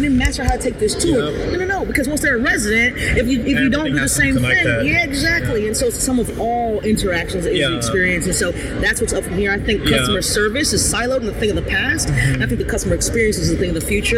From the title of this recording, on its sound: LIVE AT NAA